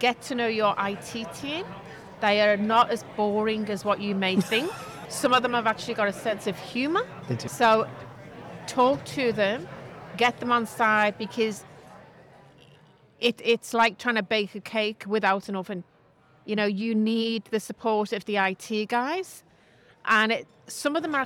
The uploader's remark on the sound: Earlier in the year Talking HealthTech was a supporting partner at the 4th Annual Aged Care Tech Summit 2022 in Sydney. During the event we were doing our thing, catching up with speakers after their sessions and recording quick conversations.